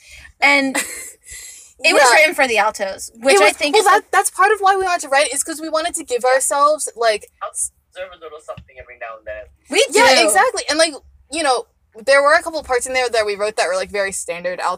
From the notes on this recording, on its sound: The audio is a little funky in this episode. Thank you for bearing with our screaming.